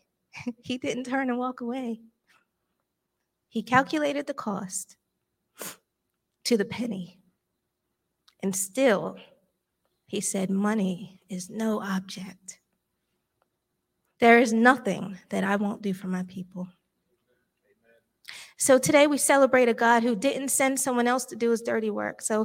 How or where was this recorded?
large echoing room